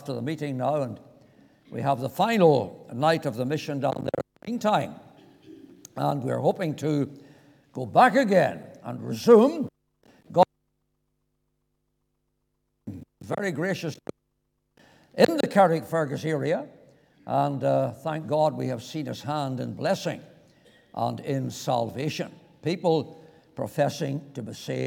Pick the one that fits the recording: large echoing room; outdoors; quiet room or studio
large echoing room